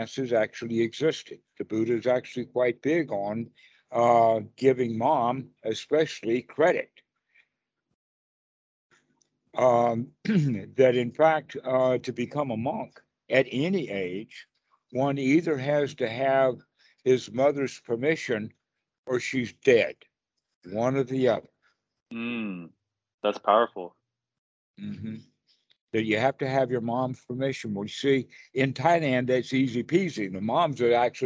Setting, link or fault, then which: link, video call